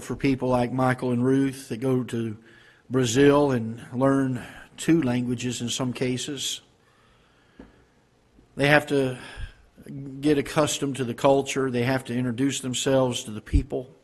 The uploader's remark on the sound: Ketha Heights Baptist Church ~ Live Broadcast